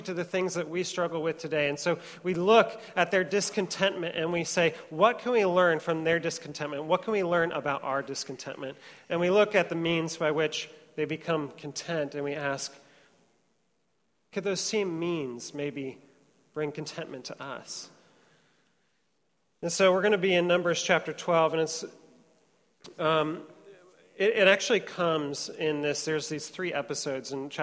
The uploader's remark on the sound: Trinity Church, Puerto Rico